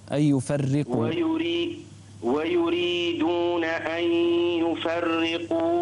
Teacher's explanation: انتبه إلى الراء لا تفخم الراء